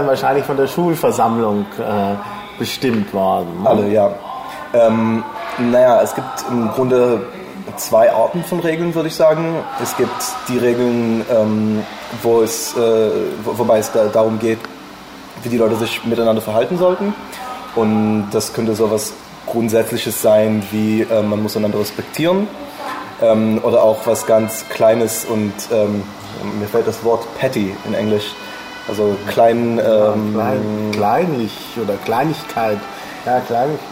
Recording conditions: background noise